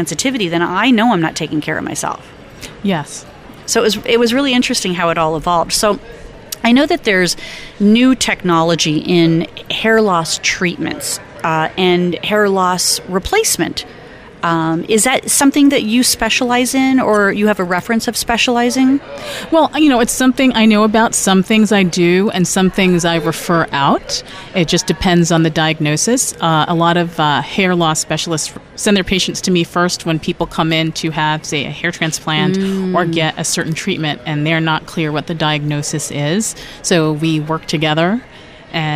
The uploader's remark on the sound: Live at Aesthetic Everything Show in Scottsdale, AZ